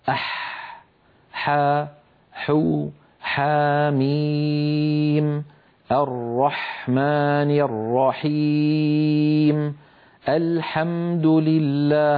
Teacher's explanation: اللوحة التي بعدها نرى مخرج حرف الحاء، انظروا إلى حرف الحاء كيف أن لسان المزمار يرجع ولكن قليلا، لا يرجع بالمقدار الذي كان يرجعه عند حرف العين